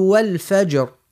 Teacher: كيف نقوله من اللول والفجر هنا عنا بطبيعتها ساكن قبل الراء ساكنة، حرف ساكن وقبله فتحة. يعني بطبيعة باش نفخموها الراء نقوله والفجر، وما نقولوش والفجر كيما عملت انتي، وليال عشر والشفع والوتر ياسر.